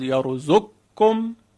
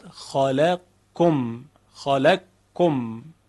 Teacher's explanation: در این شرایط قاف در کاف ادغام می شود، یرزقکم می شود یرزقکم.